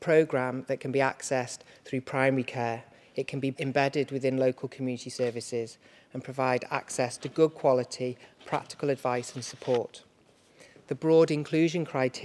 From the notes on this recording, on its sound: The Chronic Pain Policy Coalition brought together some of Wales’s leading pain experts at the home of the Welsh parliament (or Senedd Cymru) in Cardiff. Recorded live at the event. Where clinicians, academics, policy-makers and people living with pain came together.